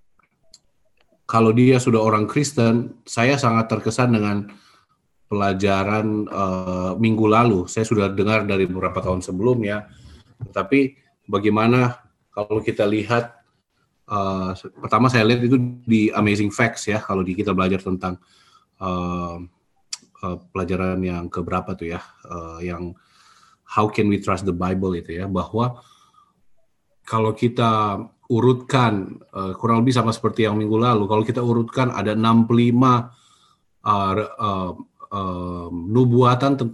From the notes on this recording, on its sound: Tumoutou Imperium SDA Church Zoom Webinar